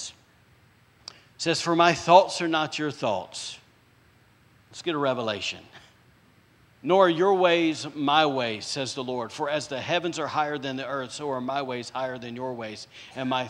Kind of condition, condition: setting, large echoing room